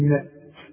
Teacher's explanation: التاء لا تقلق، وده مش وقت، وطلع شوية هوا كده علشان تطلع التاء، لأن التاء من حروف الهمس، تقول نأت أوعى تقلقنها.